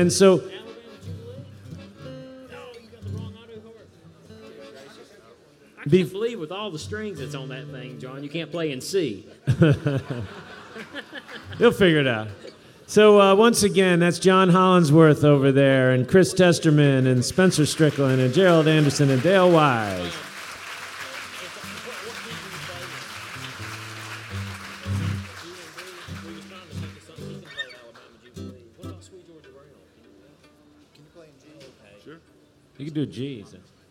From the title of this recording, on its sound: Workshop at the Richmond Folk Festival 2014